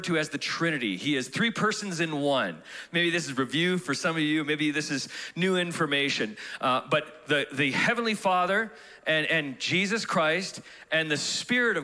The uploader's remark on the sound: Broadcasted live from The Father's House, Calgary, Alberta.